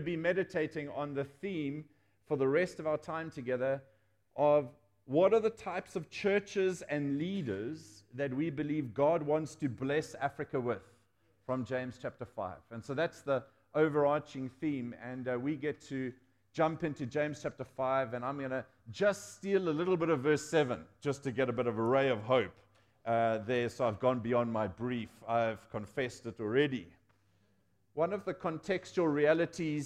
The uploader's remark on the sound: Audio session recordings from the recent Advance Africa Leadership Conference, which took place in JHB, South Africa.